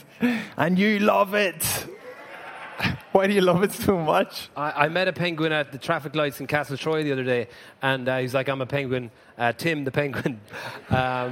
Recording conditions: live audience